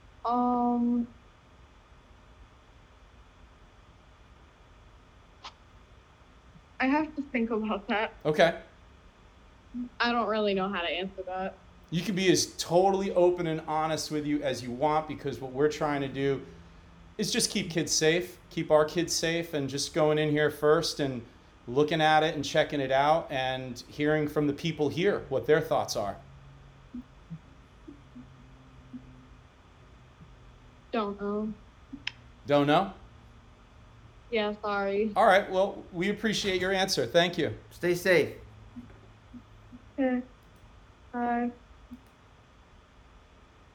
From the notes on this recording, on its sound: Due to the nature of the content, the recording quality changes frequently.